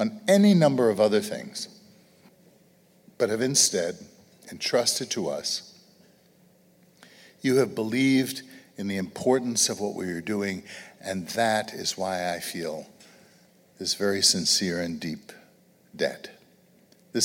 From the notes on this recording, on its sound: an audience of Acton supporters and friends gathered in Grand Rapids, Michigan